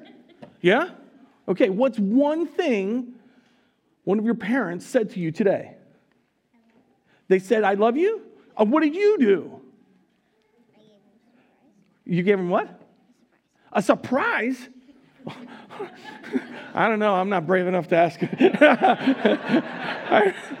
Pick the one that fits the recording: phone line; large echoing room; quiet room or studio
large echoing room